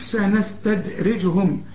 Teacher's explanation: سنستدرجهم، الكلمة دي فيها راء لكن الراء هنا برضه مرققة علشان الراء المكسورة مرققة